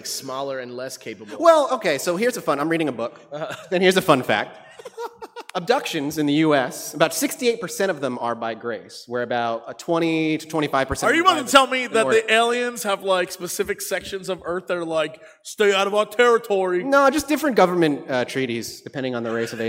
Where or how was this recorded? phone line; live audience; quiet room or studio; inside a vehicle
live audience